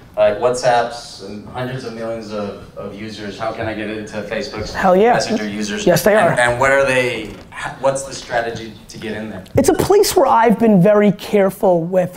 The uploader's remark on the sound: Keynote at SXSW 2016